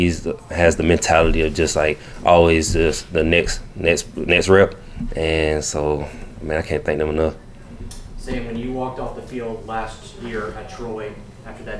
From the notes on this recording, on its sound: Postgame press conference following the win over Texas State.